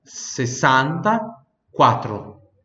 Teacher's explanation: Não tem nenhuma vogal entre o 60 e o 4, ok? 64. Diferente do português que tem ali o E ali no meio, mas no italiano não tem, tá bom?